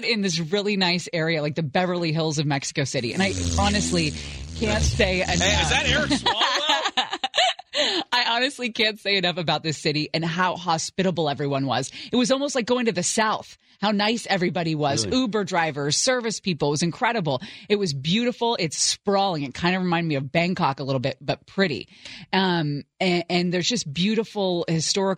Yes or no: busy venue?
no